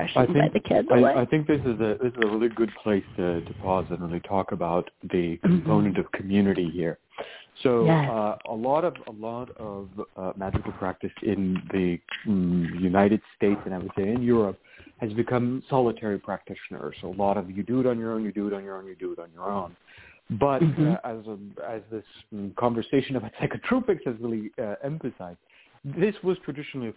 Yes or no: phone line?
yes